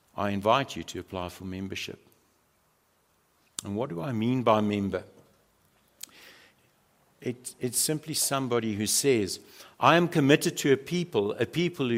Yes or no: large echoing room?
yes